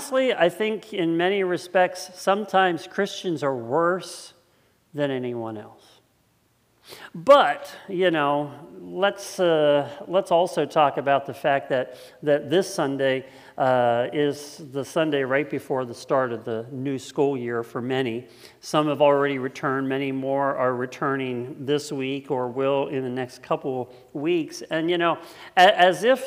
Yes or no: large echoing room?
yes